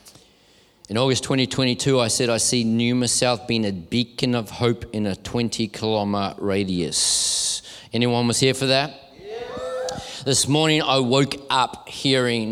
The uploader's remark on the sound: This message was recorded at Neuma Melbourne South in May, 2023.